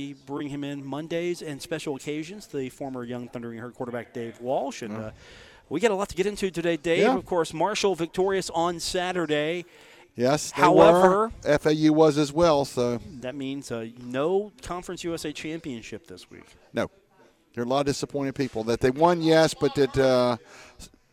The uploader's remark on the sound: broadcast from the Union Pub & Grill at 1125 4th Ave in Huntington for today’s broadcast